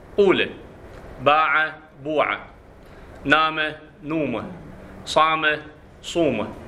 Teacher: يضم الأول فتنقلب الألف، الألف ساكنة، مضموم ما قبلها تنقلب إلى واو · Term: الضم